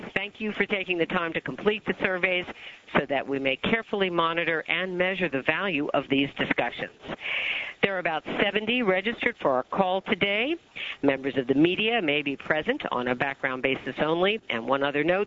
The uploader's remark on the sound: August 2005 Author in the Room® Teleconference